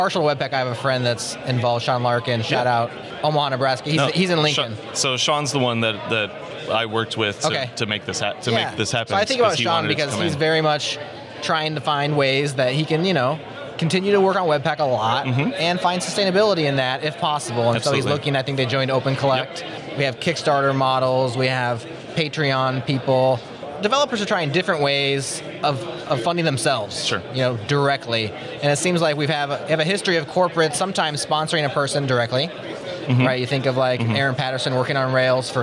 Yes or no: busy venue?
yes